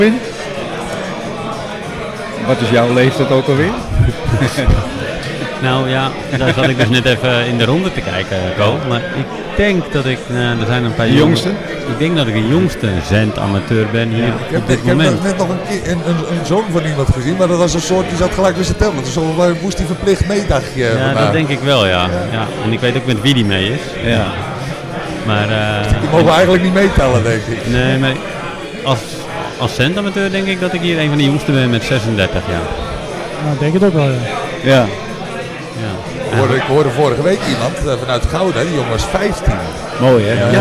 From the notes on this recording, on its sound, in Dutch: Vandaag is de Technische Praatjes Podcast aanwezig bij de Meet & Greet. De geluidskwaliteit is niet wat u gewend bent van ons, maar wij moesten de opnames doen in een zaal met meer dan 50 praatgrage radiozendamateurs!